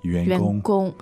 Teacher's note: And that's second and first tone.